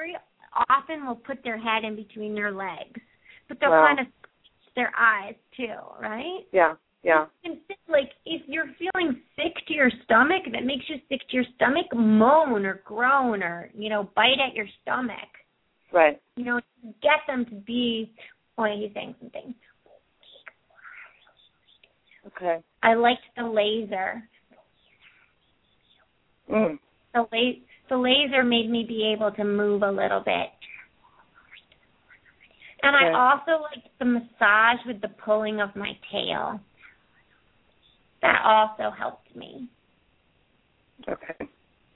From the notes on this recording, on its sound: open up the lines for listeners to call